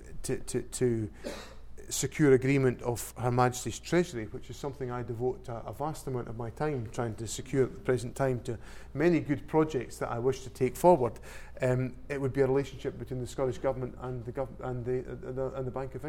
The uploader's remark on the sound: the David Hume Institue Seminar Q&A